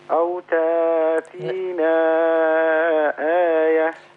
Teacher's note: خلي بال حضرتك من تأتينا، لما هنبدل هيبقى حركتين بس